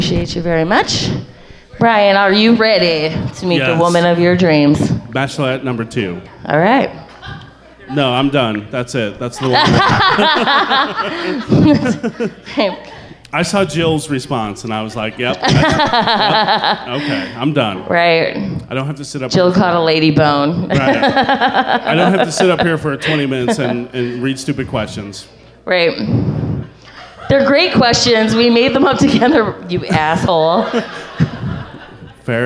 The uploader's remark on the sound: go live at Black Apple Crossing in Springdale, Arkansas